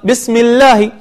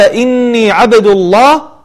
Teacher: فاللام في لفظ الجلالة مرققة · Shown in: first take